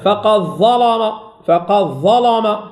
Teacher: اللام هنا مفتوحة وسبقت بضاء وهي مفتوحة، إذن تفخم اللام